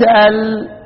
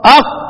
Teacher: لان لما قلت ال ما رفعتش مؤخرة اللسان، اما من عند القاف اق ارتفع · Term: ارتفاع مؤخرة اللسان